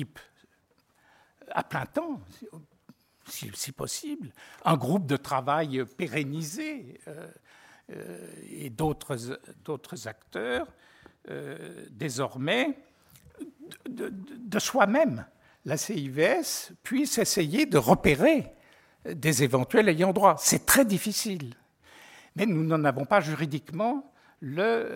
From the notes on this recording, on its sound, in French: Enregistrée le 22 janvier 2015 dans le cadre du colloque « Patrimoines spoliés.